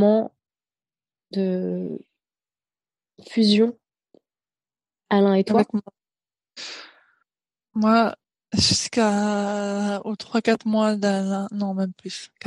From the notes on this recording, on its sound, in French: Cet épisode a été enregistré en distanciel. Tokyo/Paris.